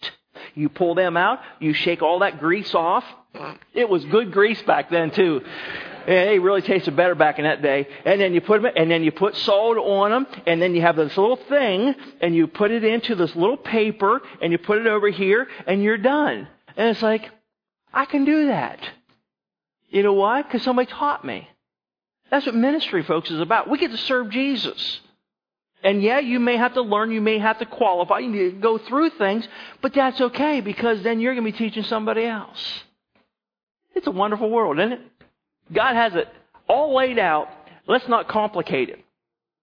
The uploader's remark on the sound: Sermon was recorded October 30, 2011 at Northside Baptist Church of Elkhart, Indiana